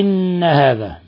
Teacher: أما ما في هذه الآيات من أحكام تجويدية فقوله تعالى إن هذا نون مشددة تغن مقدار حركتين. إن هذا ولابد من إلصاق اللسان في أصول الثنايا العليا مع غنة من الخشوم